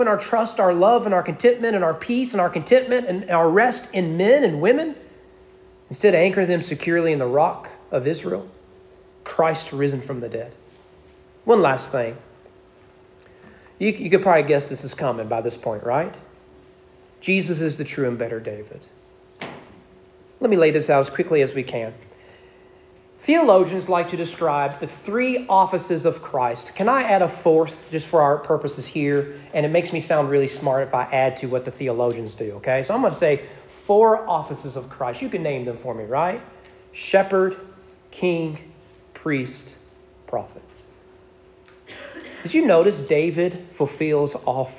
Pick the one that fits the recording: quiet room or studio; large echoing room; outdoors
large echoing room